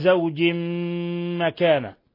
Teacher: زوج مكان تنوين كسر جاء بعده الميم إضغام بغنة